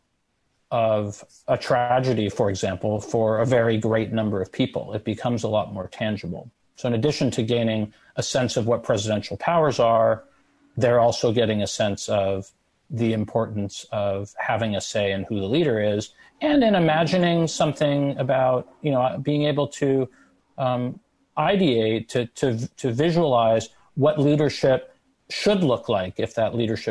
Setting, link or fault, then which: link, video call